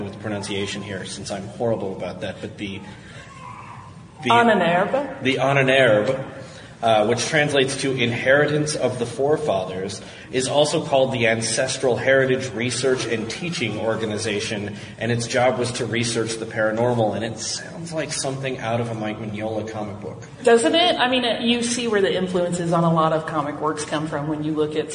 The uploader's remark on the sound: Live From FanX